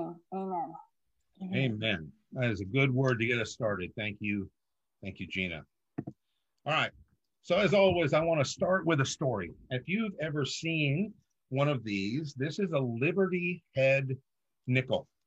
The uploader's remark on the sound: This was originally streamed on Zoom.